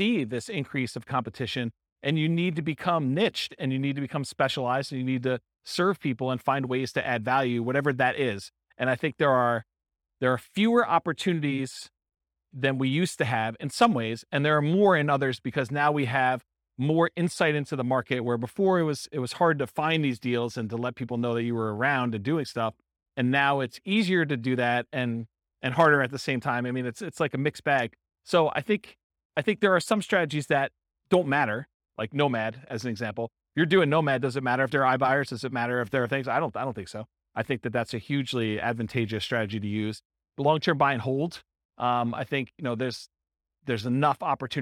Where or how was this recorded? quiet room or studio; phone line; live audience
live audience